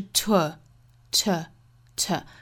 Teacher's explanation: To an artist, to an artist, an artist.这里面的 to 是要做弱读成 to 的一个变化，我们注意后面因为是元音啊，所以这里面的 to 的弱读是不是 to 而是 to, to, to.嘴巴是一个圆唇的一个 o 的口型，相当于 book book 里面的那个元音了